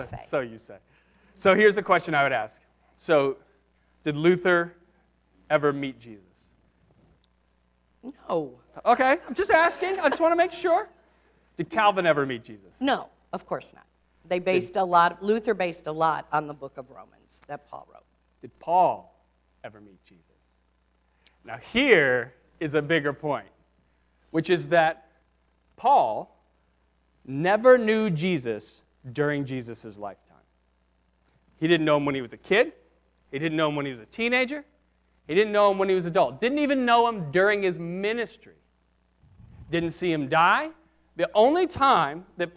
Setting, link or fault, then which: setting, large echoing room